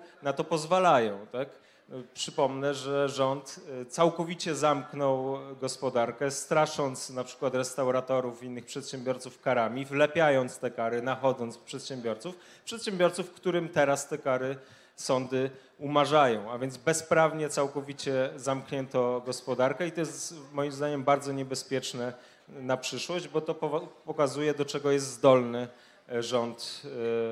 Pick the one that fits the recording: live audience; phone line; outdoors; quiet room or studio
live audience